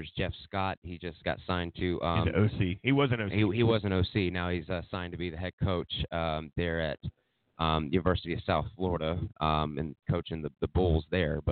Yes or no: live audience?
no